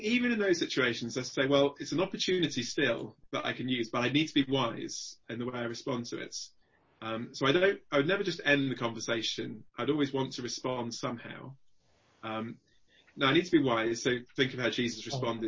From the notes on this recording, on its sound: Zoom gathering on Tuesday 25th April 2020 - With Questions and Answers afterwards